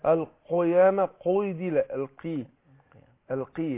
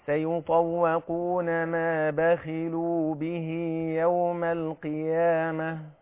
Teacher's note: القاف تاخد ادنى درجات تفخيم لما تكون مكسوره